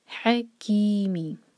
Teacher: ہا حلق سے، کی مد طبعی دو حرکہ اور می ایک حرکہ، اس کو نہیں کھینچنا ہے